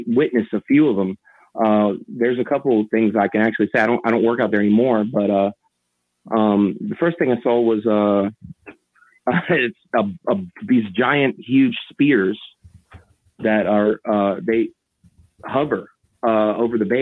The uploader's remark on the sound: Listener call-in show. KGRA Radio.